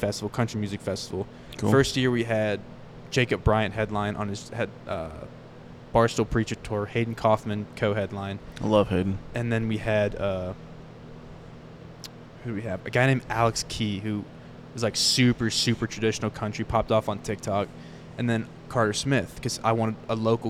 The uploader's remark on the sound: we are live from the legendary Grizzly Rose in Denver, CO